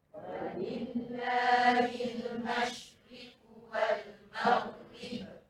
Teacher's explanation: Nipisnya ri tak boleh kita sebut secara tebal